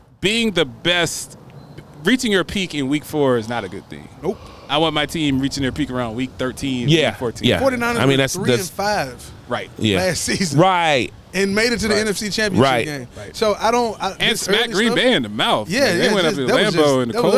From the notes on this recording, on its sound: LIVE from Horizon Park in Nashville, TN at the Titans Raiders Tailgate!